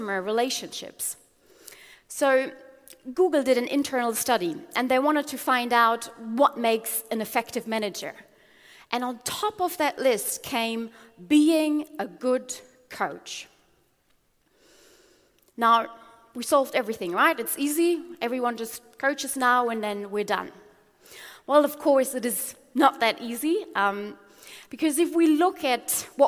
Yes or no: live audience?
yes